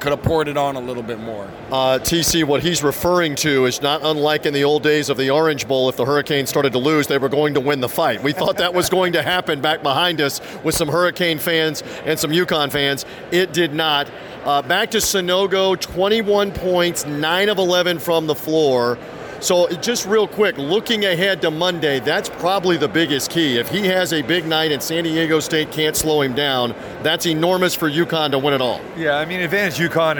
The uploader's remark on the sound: ready to go over it all from NRG Stadium in Houston